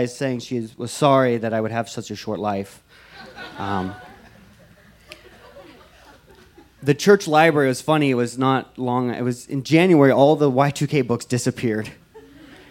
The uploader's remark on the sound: This story was recorded live on 21 June 2017 at Buntport Theater in Denver, Colorado.